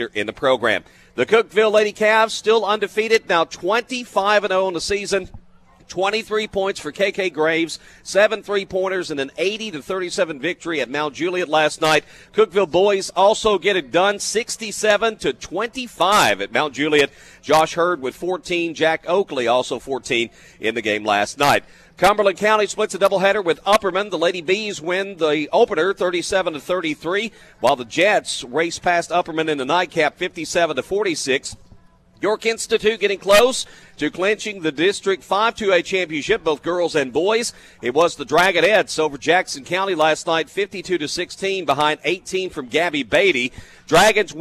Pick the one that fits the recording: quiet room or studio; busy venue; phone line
busy venue